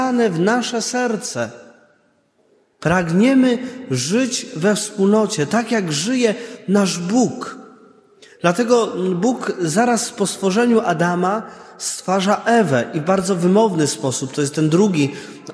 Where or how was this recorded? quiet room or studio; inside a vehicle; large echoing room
large echoing room